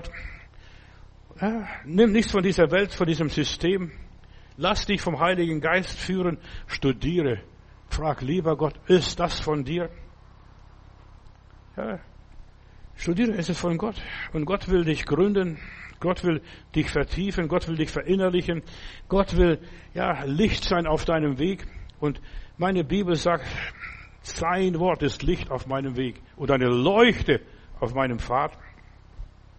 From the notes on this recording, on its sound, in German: September 2023 im Gemeinde-Zentrum in Berlin aufgenommen.